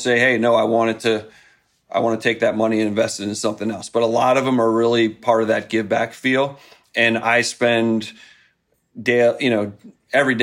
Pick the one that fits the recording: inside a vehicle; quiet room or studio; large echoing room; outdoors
quiet room or studio